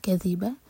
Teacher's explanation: ذال کی زبان اوپر والے دانتوں کو ٹچ کرے گی اور تھوڑی ٹپ باہر ہوگی